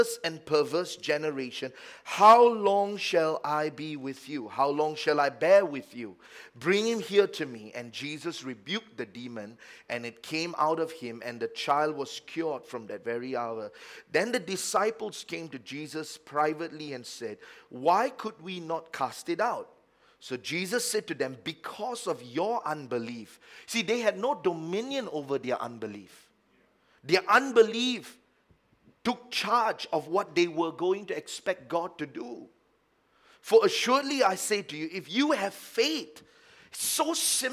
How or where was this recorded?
large echoing room